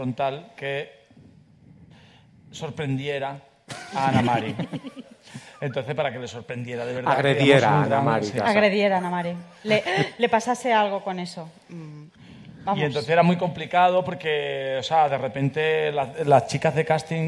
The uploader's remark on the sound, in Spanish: el programa en directo de **Fuera de Series en Fundación Telefónica de Madrid